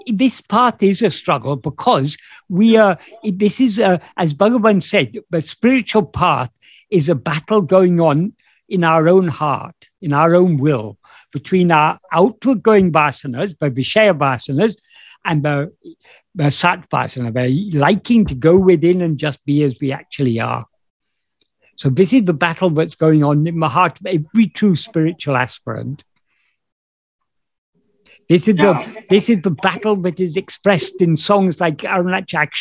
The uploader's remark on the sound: In a Zoom meeting on 18th May 2022